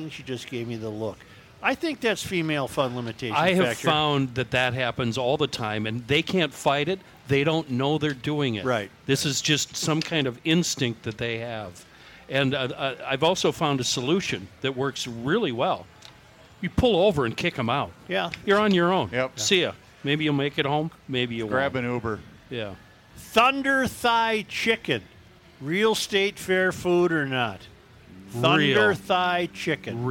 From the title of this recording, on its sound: Day 1 from the MN State Fair!!